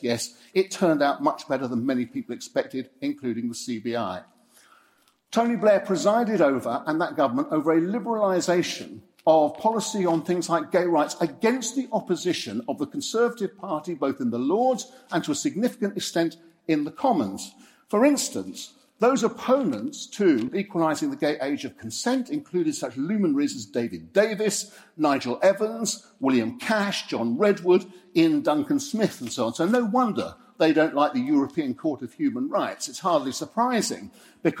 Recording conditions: live audience